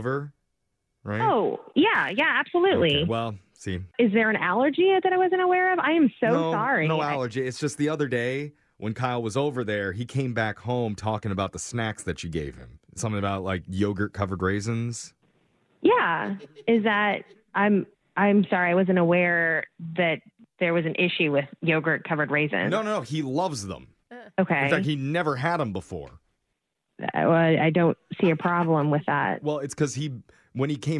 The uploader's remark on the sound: Phone Tap